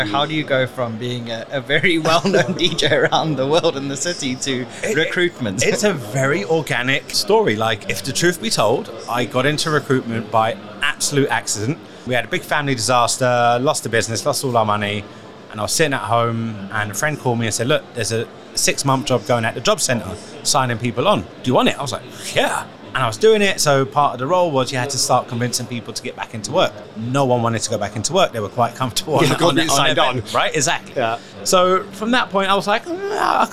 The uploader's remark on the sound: Live from SES